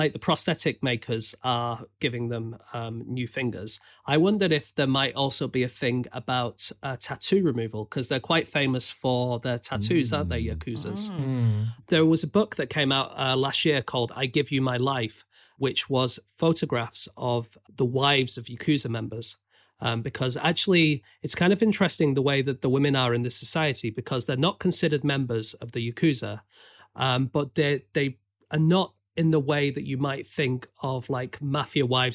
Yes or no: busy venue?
no